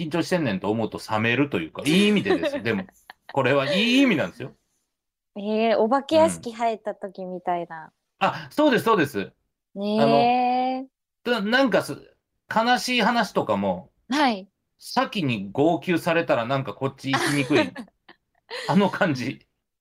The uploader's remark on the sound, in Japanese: 今回はリモート収録で行っております